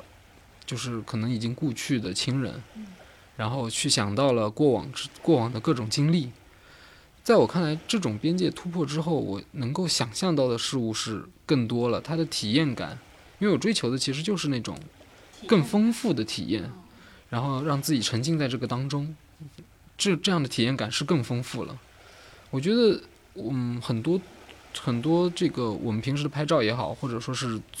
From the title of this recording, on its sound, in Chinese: 夏日海边对话